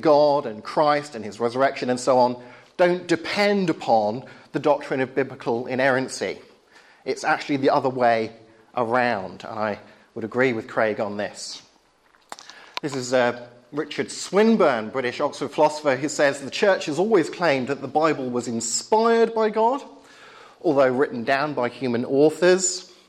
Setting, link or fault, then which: setting, large echoing room